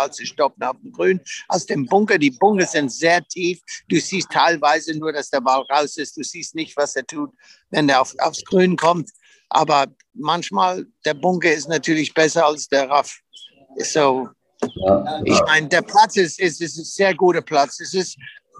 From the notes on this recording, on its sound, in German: live aus dem Olympic Club in San Francisco